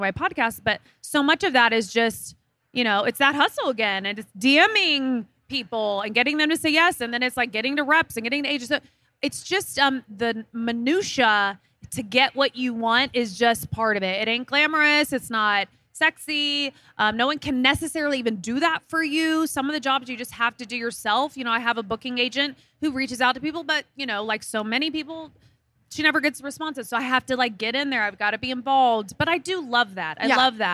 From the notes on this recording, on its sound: live from Project WOMENS Las Vegas